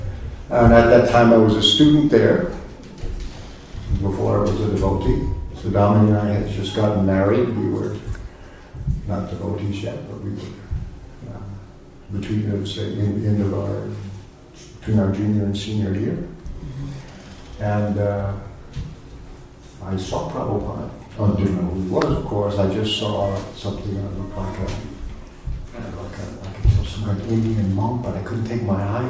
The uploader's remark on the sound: A Sunday Feast lecture at ISKCON of Philadelphia